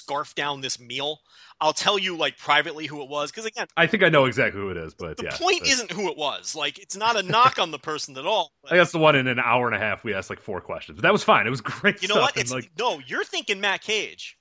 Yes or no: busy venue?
no